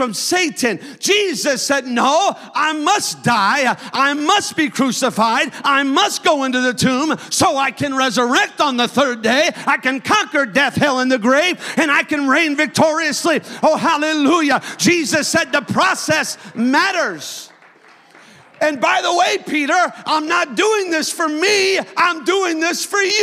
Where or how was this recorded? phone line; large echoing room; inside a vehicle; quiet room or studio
large echoing room